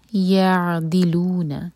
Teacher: عین پر جھٹکا نہیں آنا چاہیے تھوڑا سا ٹائم زیادہ دیں تاکہ عین کا حق ادا ہو